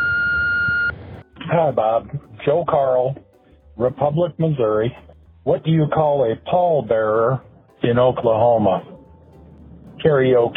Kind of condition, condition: link, phone line